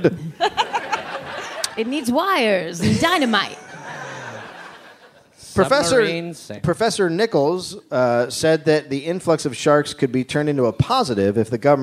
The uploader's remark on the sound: Live from the Los Angeles Podcast Festival